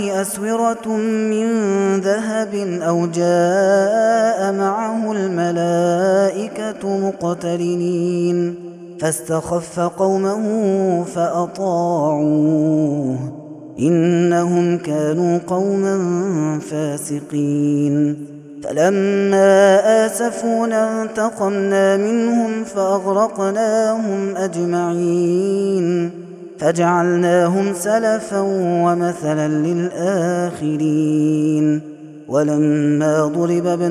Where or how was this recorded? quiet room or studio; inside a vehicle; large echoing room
large echoing room